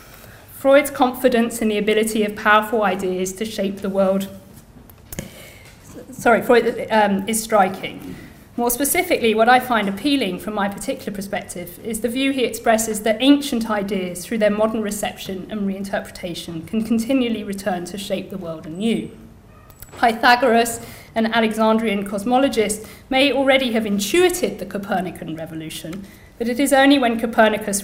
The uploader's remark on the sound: Inaugural Lecture